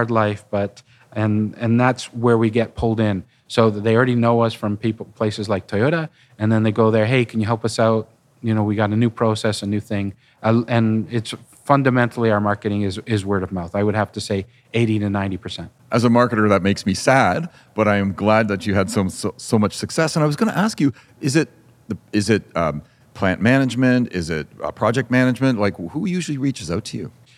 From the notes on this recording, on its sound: We recorded this podcast at the ADM Advanced Design Manufacturing Toronto 2023 show.